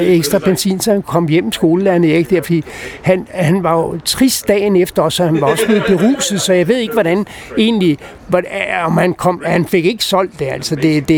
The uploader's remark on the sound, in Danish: Optaget på Nimb Bar, Tivoli, København.